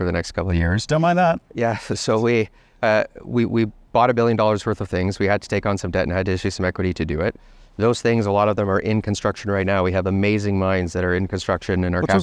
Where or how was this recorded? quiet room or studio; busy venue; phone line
busy venue